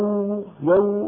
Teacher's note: الواو حرف رخو، فبيكون فيه مطة